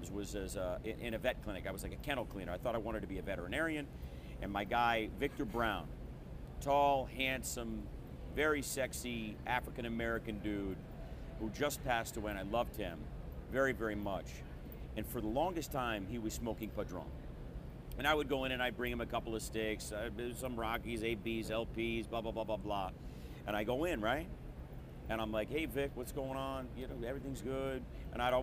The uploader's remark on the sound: Recorded Live at the 2021 PCA Las Vegas trade show.